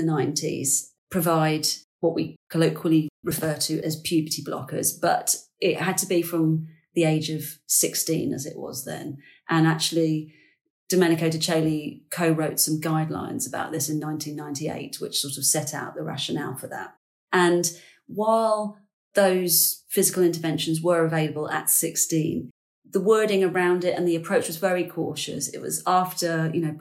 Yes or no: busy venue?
no